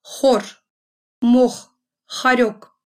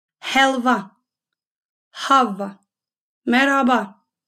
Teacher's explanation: Послушаем себя в таких русских словах, как хор, мох, хорек. В турецком эта буква звучит на выдохе, а не так жестко, как в русском языке. · Shown in: second take · Как будто мы дышим на стекло, чтобы оно запотело.